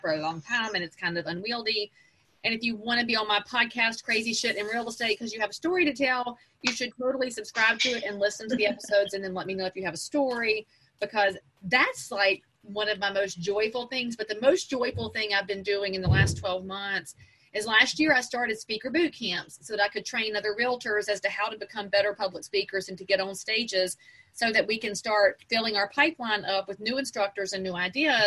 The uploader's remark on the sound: At a real estate event in West Palm Beach. Spend a few minutes in the car.